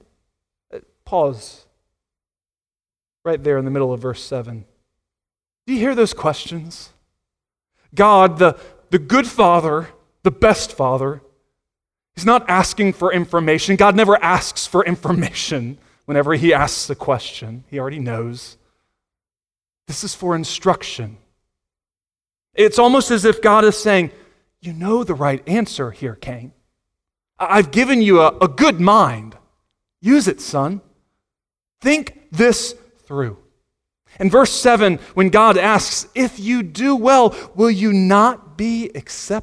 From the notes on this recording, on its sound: Sunday Morning Sermon Audio